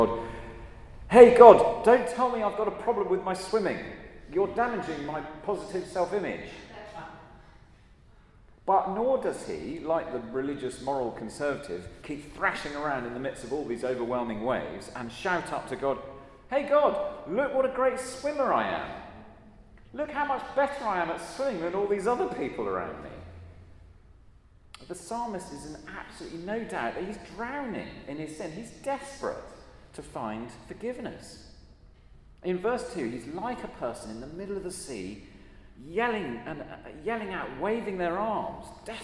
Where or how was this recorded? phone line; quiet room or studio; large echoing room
large echoing room